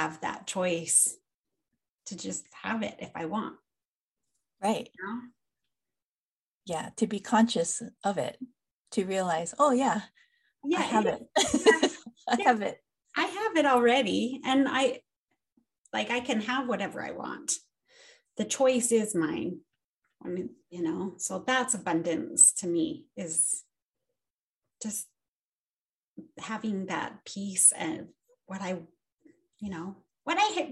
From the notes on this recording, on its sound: This episode is over Zoom again.